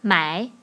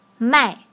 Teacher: Right, they sound similar. The only difference is the tone. 买 is third tone. 卖 is fourth tone.